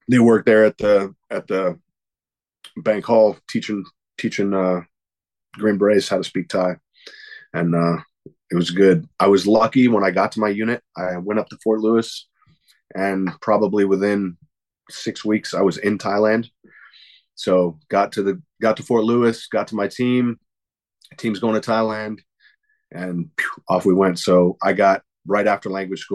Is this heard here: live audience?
no